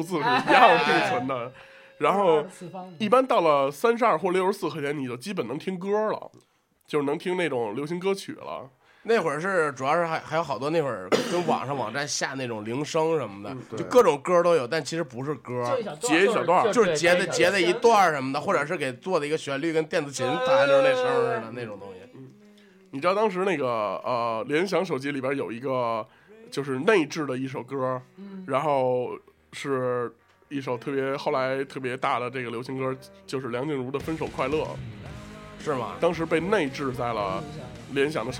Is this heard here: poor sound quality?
no